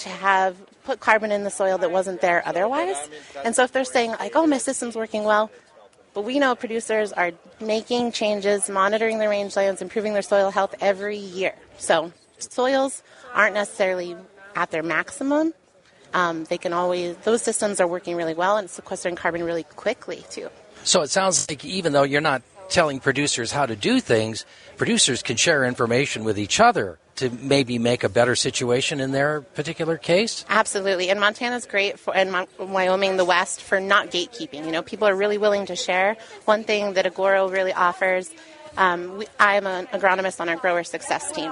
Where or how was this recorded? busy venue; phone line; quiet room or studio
busy venue